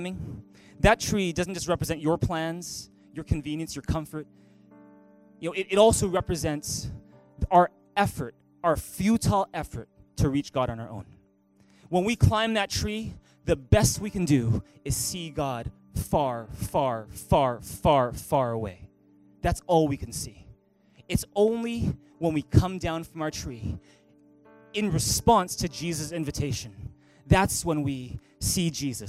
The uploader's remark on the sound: Recorded on September 16, 2018 at THRIVE Church Vancouver, Canada